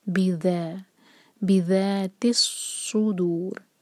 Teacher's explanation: علیم بی ذات الصدور، بی ایک حرکہ اور ذا دو حرکہ، اور ذال کے لیے آپ کی زبان جو ہے اوپر والے دانت کو ٹچ کرے اور تھوڑی سی ٹپ باہر ہو.